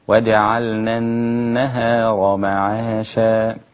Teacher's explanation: ورقق النون الثانية المشددة مع الغنة أيضا برقة